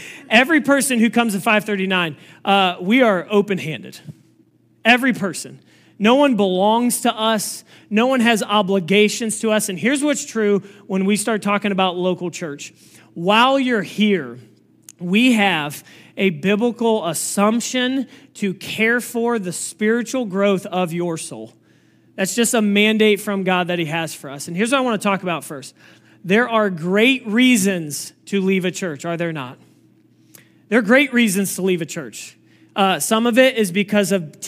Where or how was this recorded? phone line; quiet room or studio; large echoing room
large echoing room